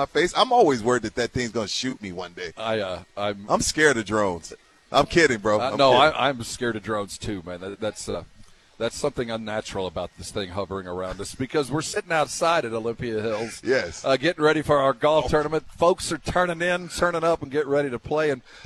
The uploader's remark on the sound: Live from the SA Sports Star Golf Classic at Olympia Hills.